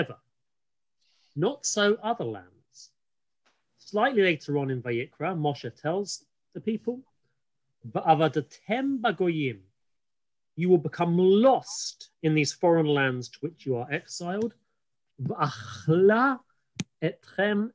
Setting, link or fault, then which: link, video call